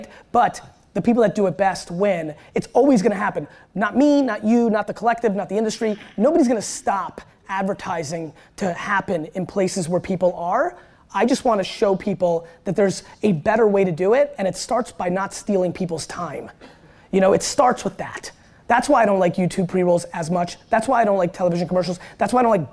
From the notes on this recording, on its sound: one of my all-time keynotes at South By Southwest in 2016